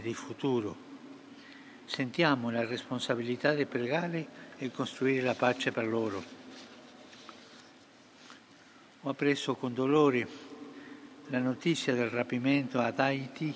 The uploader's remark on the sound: FROM ST.PETER'S SQUARE, RECITATION OF THE ANGELUS PRAYER.